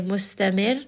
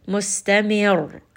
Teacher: I'm applying a little bit of nabr, the voice is raised a little · Shown in: second take